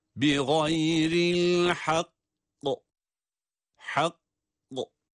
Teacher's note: Burada da şeddeli bir kaf var. Kaf harfinde durduğumuz zaman kaf harfinin duruşunda kalkale harfi olması itibariyle kalkale sesini, yani kafın mahrecini depreterek patlayan bir sesle durabiliyoruz.